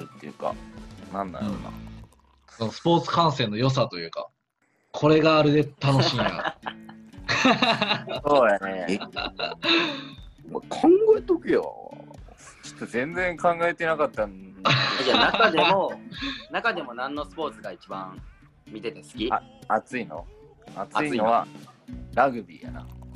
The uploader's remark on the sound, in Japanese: 私たちが住んでいる勝山は大雪状態により外出ができず、リモートでの収録となってしまい、お祭りなのにいつもより聞きづらい状態になってしまい申し訳ございません。